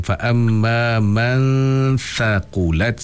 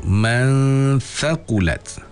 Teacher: ikhfa ni dia dengung dulu baru kita masuk kepada huruf